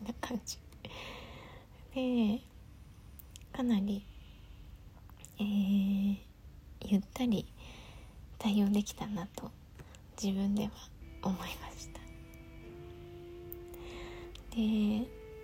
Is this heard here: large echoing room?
no